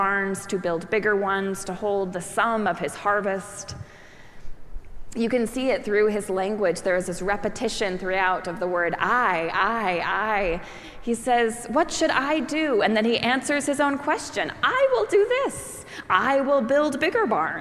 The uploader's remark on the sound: preached at our celebration of the Holy Eucharist on the Eighth Sunday after Pentecost.